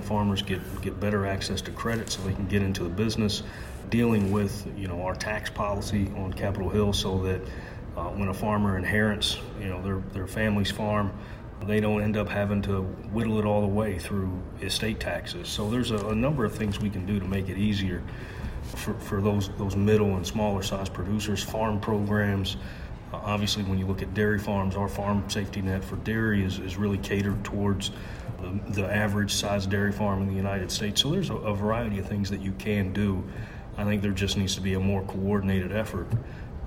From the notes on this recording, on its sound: Recorded on February 25, 2020 at the National Association of State Departments of Agriculture conference